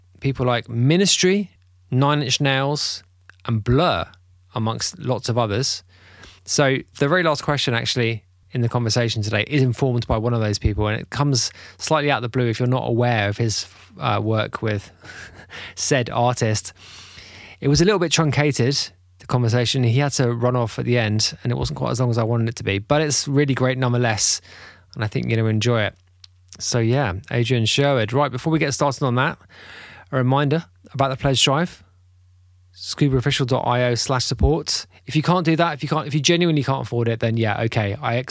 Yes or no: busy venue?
no